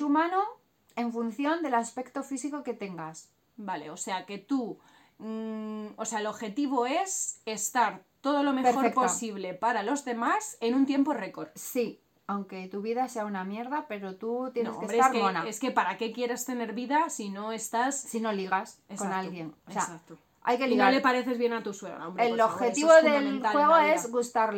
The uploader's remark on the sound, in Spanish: Vídeo grabado con móvil y editado en el teléfono con YouCut.